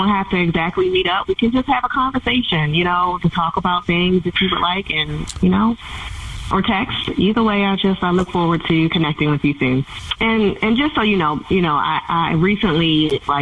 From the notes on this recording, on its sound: We get that other person on the phone